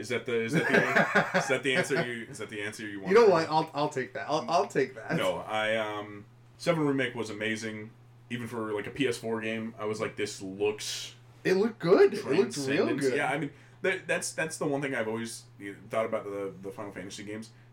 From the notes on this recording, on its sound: Sorry about the audio being a little low! We were still kinda figuring things out.